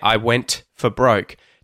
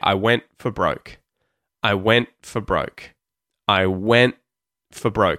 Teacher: And all I'm doing there is pushing my tongue against the top of my mouth as if I was about to say the T sound, but I just don't release it. · Shown in: second take